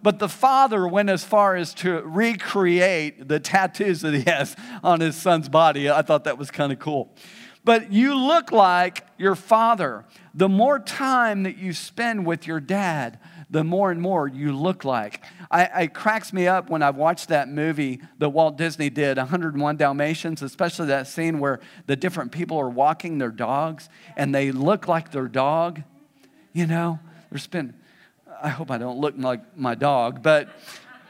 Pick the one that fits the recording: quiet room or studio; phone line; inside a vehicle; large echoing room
large echoing room